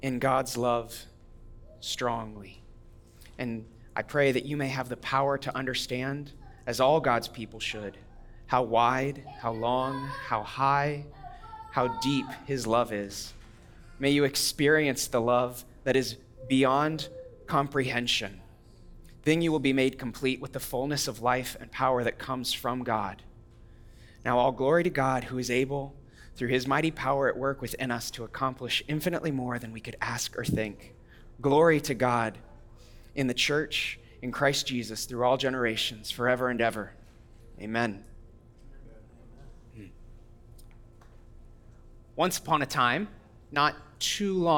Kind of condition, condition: setting, large echoing room